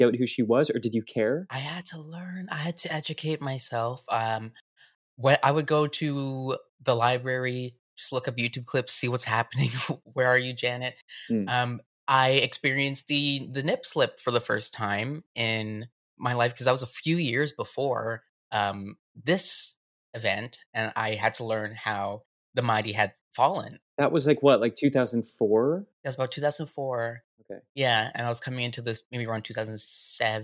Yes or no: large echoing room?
no